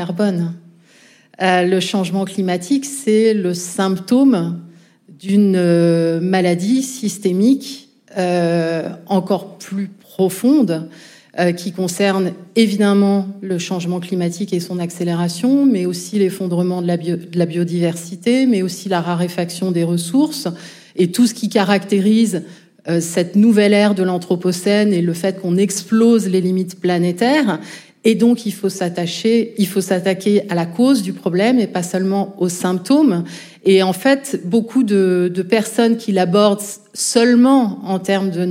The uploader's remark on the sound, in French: Enregistrement en public de Chaleur humaine, le 21 novembre 2023 à Paris, à la Bibliothèque nationale de France. Merci à la BNF pour son accueil.